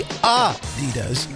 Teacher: It's supposed to be Adidas with a slight emphasis on the first syllable, not Adidas, stressing the second.